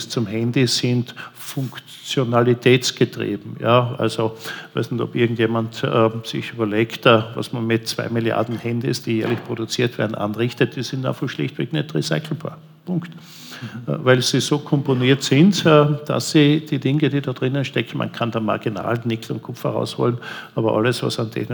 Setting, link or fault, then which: setting, live audience